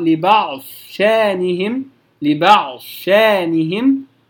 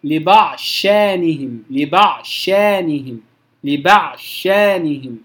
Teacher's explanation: يفخم أو يبقي صفة الاستعلاء من الضاد ثم ينتقل للشين مباشرة · Shown in: first take · Term: الإدغام الناقص